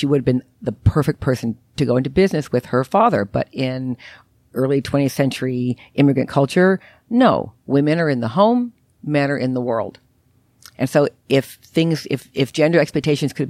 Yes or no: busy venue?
no